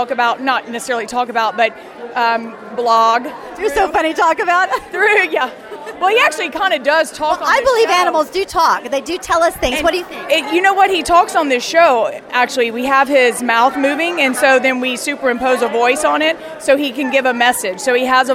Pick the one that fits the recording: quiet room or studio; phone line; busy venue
busy venue